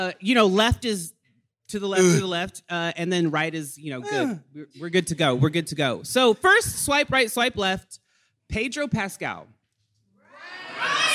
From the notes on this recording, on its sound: LIVE at Domino Sound Fest! At Domino Sound Fest to record a very special Pride episode.